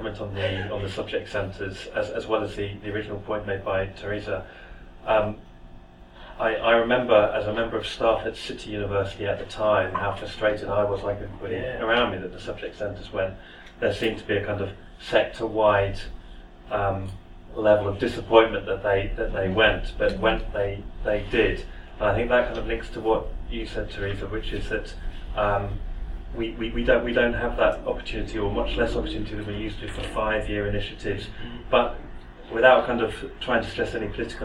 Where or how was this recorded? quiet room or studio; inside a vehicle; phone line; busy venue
busy venue